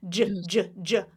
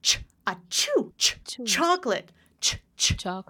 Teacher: No voicing, no vibration in your throat. · Shown in: second take